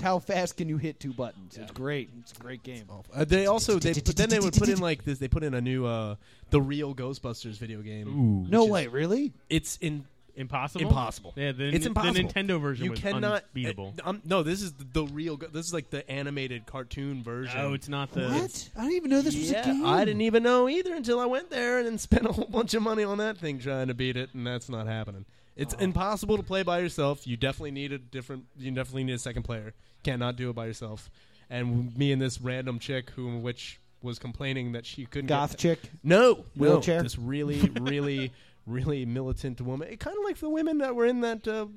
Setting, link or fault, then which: setting, busy venue